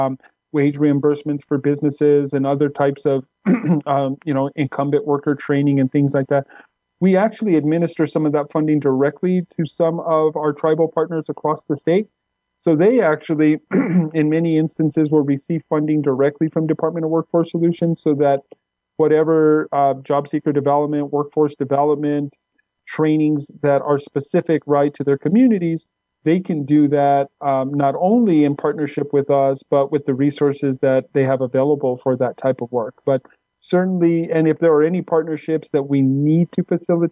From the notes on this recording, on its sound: Recorded, via ZOOM.